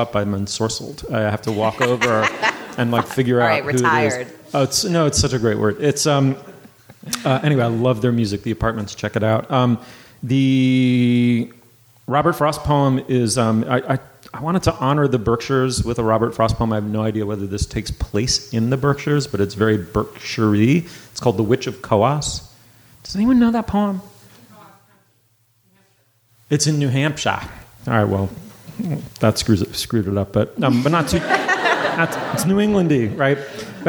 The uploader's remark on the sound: Live from The Mount Edition. Live from Edith Wharton's estate The Mount in the Berkshires.